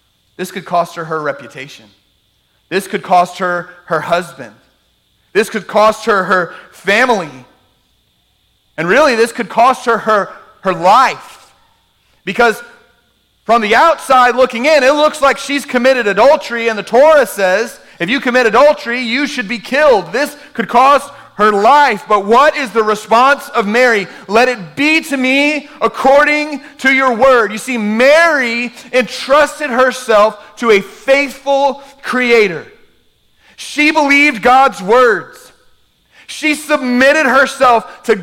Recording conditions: large echoing room